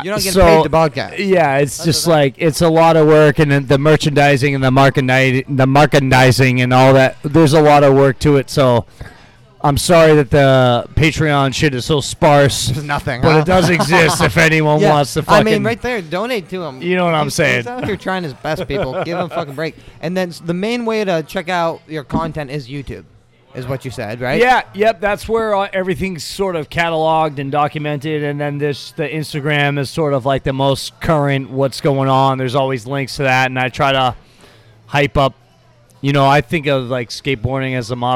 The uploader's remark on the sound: We record live and on site at CoCoc bar and grill, new local Mexican restaurant located in the heart of Biddeford, Maine.